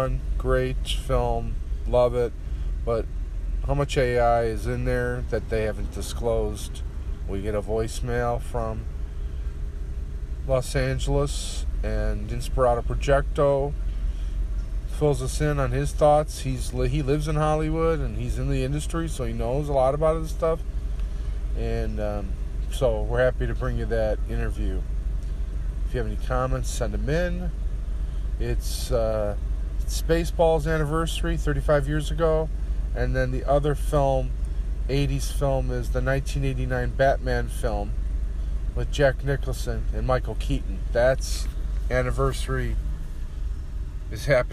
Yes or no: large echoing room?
no